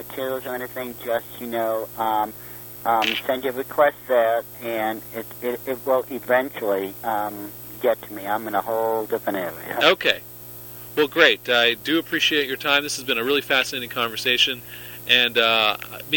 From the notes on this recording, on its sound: The phone connection gets better in the second half of the show!